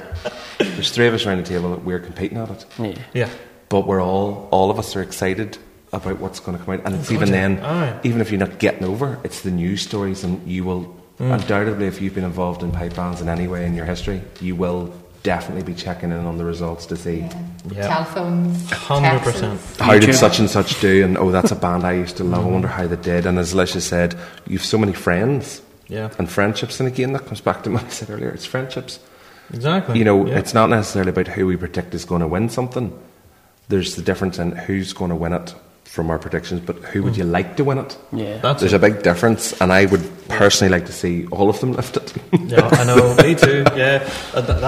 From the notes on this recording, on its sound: BIG RAB SHOW PODCAST LIVE AT PIPING LIVE 2019.